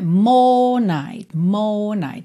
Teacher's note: Não enrola a língua no R.